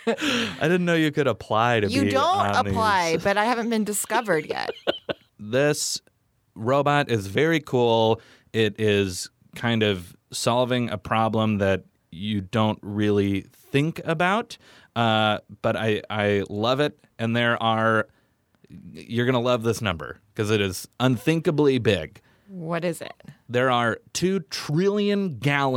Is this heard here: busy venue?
no